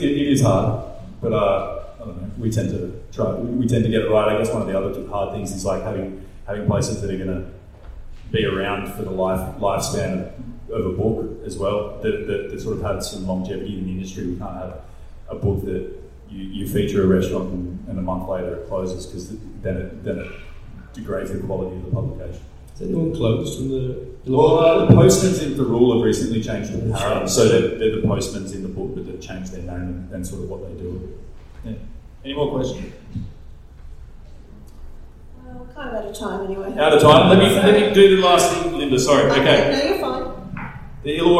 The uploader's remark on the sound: Wollongong Writer’s Festival. Sat down for a live podcast at The Wollongong Writer's Festival.